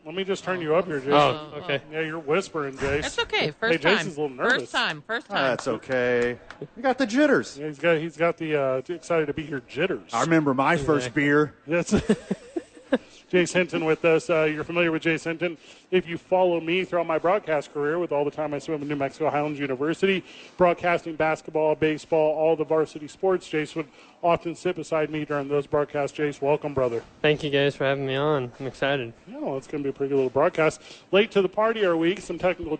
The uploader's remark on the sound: The bois are live from Red Door for the shortest show ever.